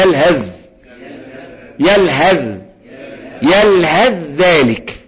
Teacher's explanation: تروح بعد الهاء على الذال مشددة